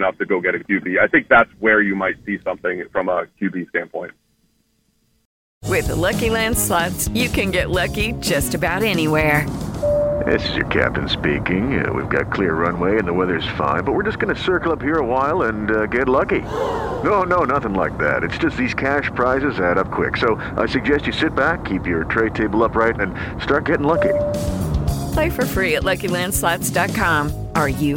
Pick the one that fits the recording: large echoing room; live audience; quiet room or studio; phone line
phone line